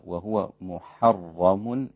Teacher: الميم والحاء رقيقة، الراء مفخمة